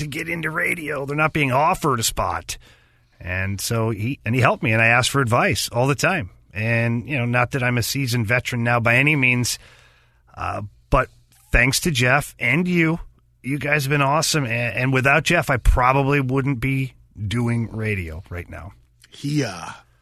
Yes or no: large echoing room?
no